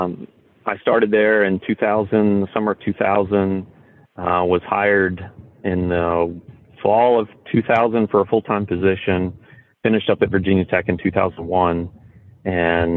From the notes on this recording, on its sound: called into the podcast from his current job site at Indian Creek